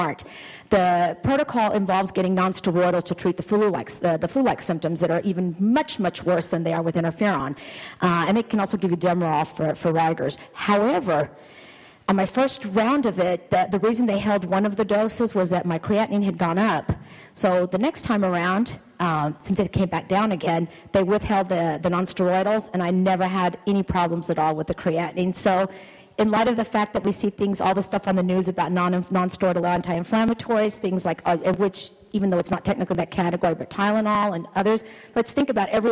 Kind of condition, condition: setting, busy venue